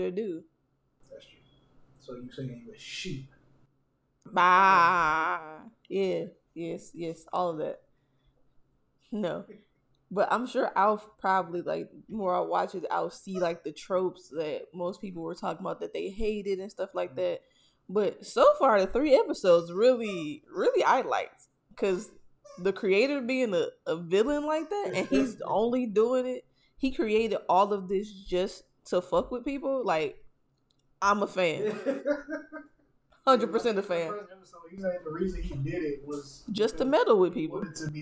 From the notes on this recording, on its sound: Apologies for the audio this episode.